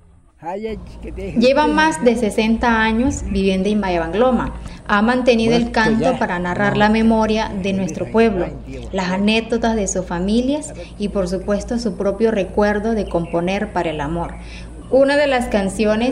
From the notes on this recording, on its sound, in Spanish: El sonido de la naturaleza, las voces, el acento y la lengua indígena hacen parte de este capítulo. Disfrute de este viaje sonoro por el resguardo indígena Mayabangloma en Fonseca, Guajira. El sonido de la naturaleza, las voces, el acento y la lengua indígena hacen parte de este capítulo.